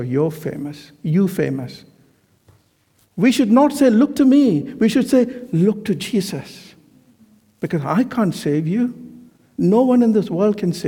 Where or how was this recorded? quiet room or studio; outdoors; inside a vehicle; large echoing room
large echoing room